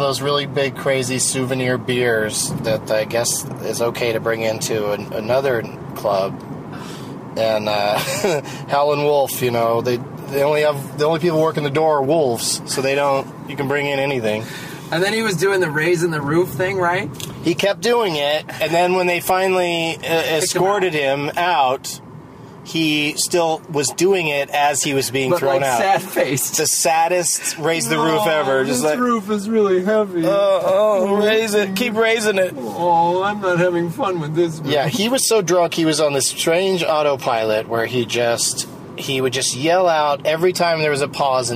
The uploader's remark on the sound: From a rental car in Oklahoma